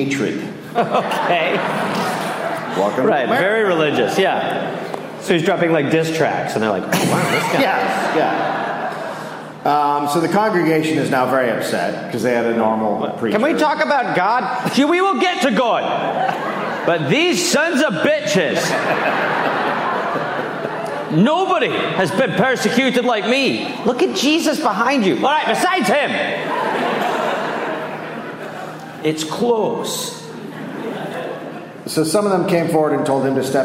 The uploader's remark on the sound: Recorded live in Chicago.